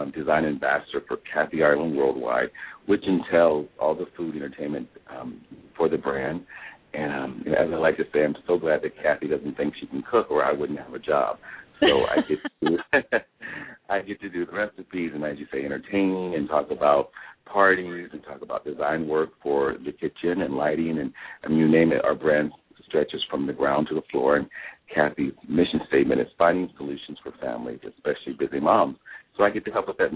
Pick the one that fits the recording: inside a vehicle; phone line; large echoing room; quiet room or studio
phone line